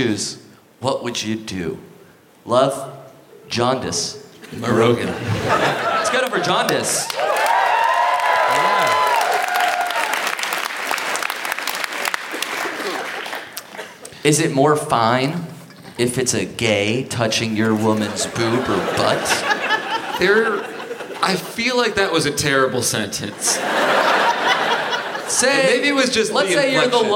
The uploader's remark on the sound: Live at MacEwan Hall in Calgary!